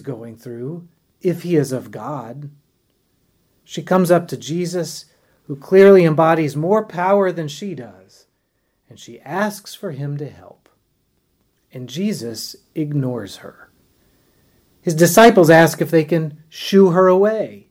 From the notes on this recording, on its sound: at Epiphany Lutheran Church in Richmond, VA.